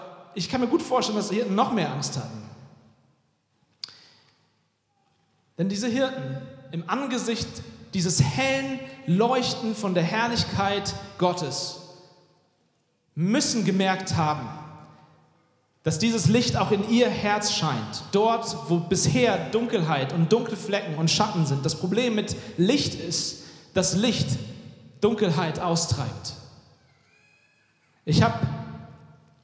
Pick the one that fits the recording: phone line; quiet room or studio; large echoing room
large echoing room